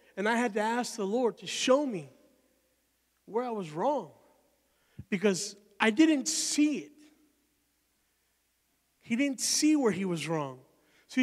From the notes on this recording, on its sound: Recorded live at Emerging Streams Apostolic Center.